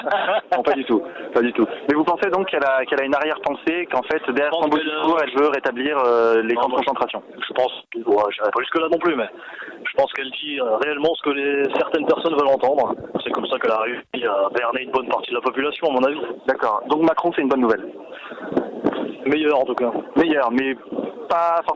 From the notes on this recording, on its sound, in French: Joints par téléphone. Il était en duplex depuis le palais du Louvre à Paris pour recueillir les impressions des Français.